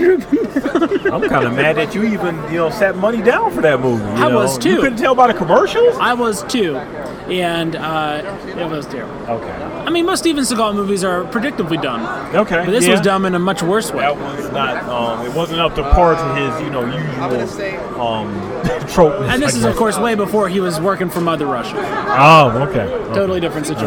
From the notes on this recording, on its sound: LIVE FROM STEEL CITY CON 2019. THE LIVE POP INS FROM SOME OF THE BEST COSPLAYERS AT THE CON!